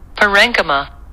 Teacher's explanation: アクセントがレのところに乗るというのがポイントですね